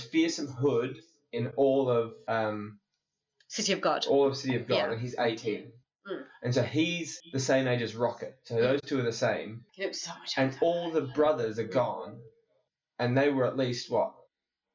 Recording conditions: poor sound quality